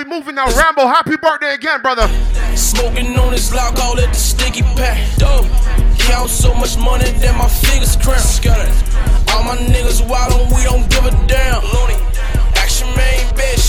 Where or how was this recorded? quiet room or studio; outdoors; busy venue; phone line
busy venue